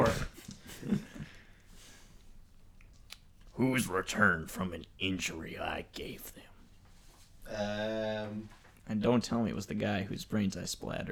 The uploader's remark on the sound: Sorry about the echos in this episode hopefully we can get it mitigated by next week.